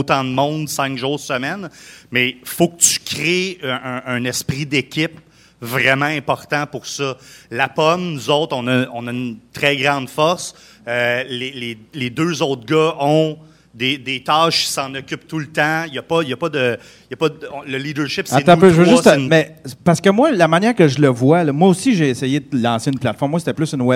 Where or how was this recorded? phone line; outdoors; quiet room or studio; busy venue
busy venue